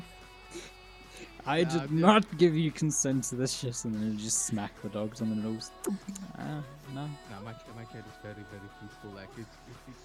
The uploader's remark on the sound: Please excuse the averageness and the unbalanced audio, we are still finding our groove. Background music used in video.